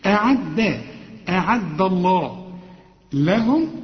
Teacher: هنا الدال مرققة، ما تقولش أعد الله أعد ضا، لا تحولها للضاد